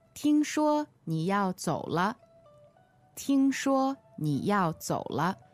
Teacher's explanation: 听说, two first tones